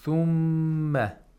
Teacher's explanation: we have to hold the sound of the meme for two vowel counts nasally · Term: ghunna